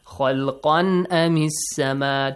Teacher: if tanween is followed by a hamza, so hamza is the throat letter. So, in this case, you do not have to merge the sound of tanween. The sound of tanween must be clearly pronounced.